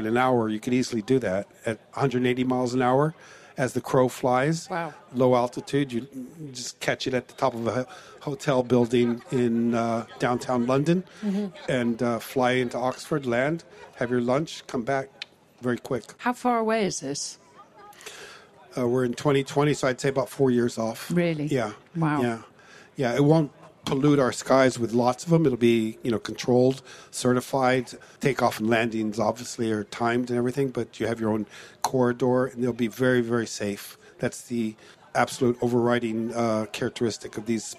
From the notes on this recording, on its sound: live from the Concours of Elegance